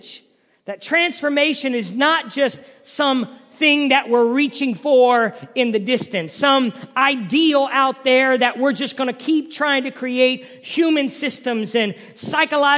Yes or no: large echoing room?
yes